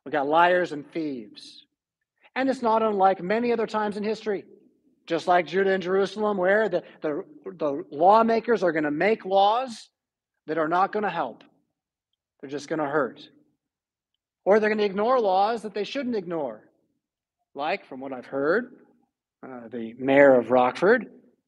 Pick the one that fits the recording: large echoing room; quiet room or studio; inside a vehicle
large echoing room